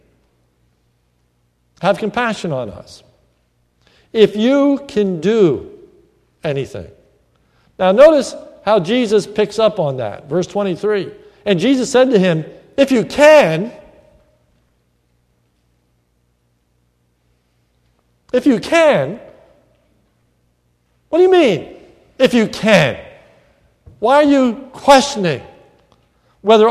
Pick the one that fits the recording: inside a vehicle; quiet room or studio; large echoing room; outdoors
large echoing room